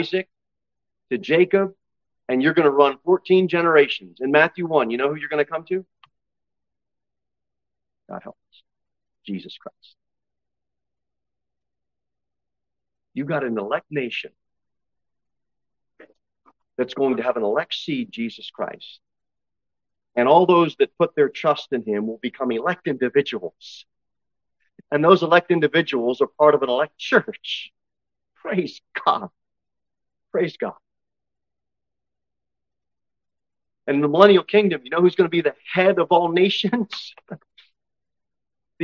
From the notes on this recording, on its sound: Sermon delivered at Pilgrim Baptist Church on Sunday, August 6, 2023, at 11-15 am. Jere Whitson Rd. Cookeville, TN 38501.